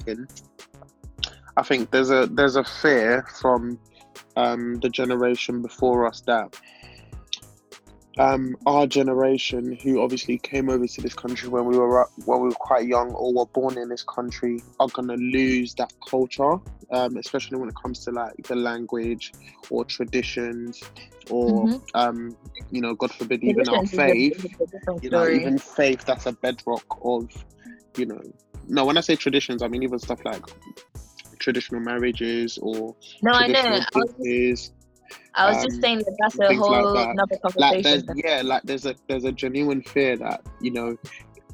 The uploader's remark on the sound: The quarantine limits which meant that we had to record via zoom, so please accept my apologies for the quality of the episode.